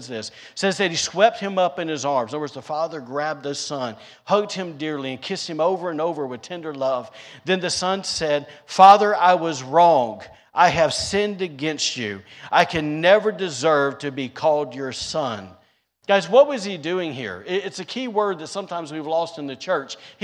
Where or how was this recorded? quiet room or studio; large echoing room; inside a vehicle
large echoing room